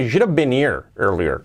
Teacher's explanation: Si lo hacemos rápido, mm, unido, pues la H de here. La omitimos.